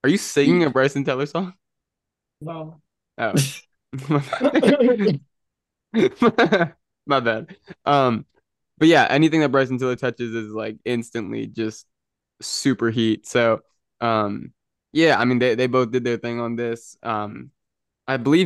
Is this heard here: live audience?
no